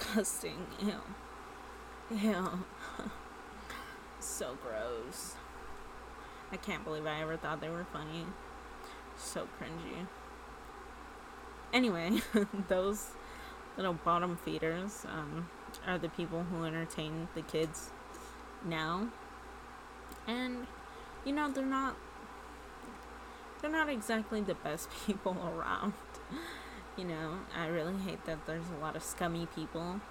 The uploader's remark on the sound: I had a mic this time but I still talked too softly